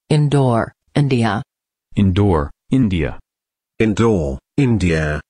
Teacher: don't roll the R, because I don't think the Indians roll their R's